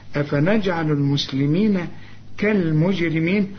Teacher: كل الحروف دي مرققة بما فيهم الراء لأن الراء المكسورة مرققة